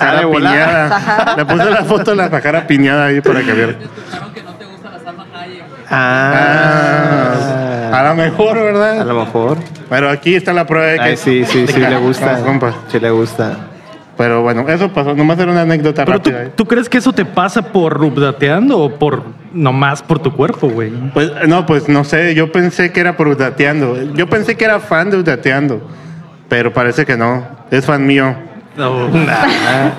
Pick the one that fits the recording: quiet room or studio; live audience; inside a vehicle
live audience